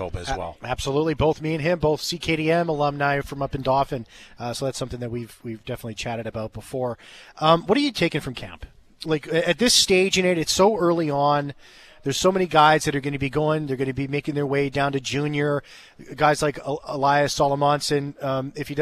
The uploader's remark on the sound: live from the Hockey For All Centre in preparation for Jets Fan Fest.